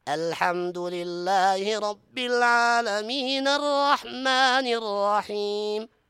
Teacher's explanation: طول الرحمن فيها طبيعي، مثل العالم فيها طبيعي حركتين · Term: المد الطبيعي